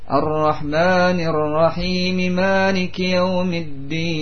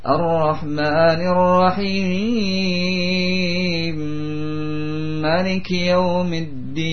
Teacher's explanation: Di harakat mim yang pertama hilang, masuk pada yang kedua. · Shown in: second take · Term: idgham mithlaini kabir